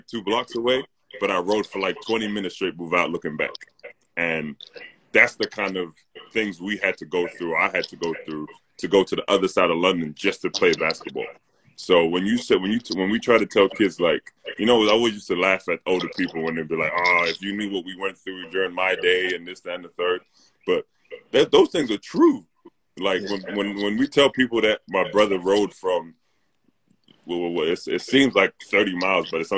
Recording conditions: video call